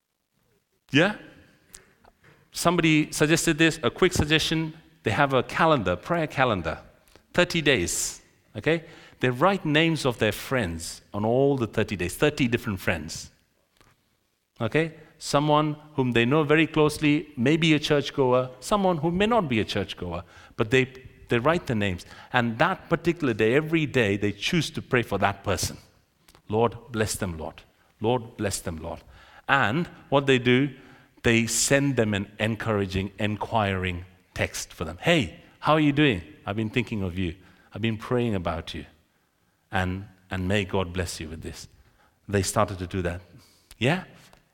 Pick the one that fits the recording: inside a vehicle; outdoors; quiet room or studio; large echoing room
large echoing room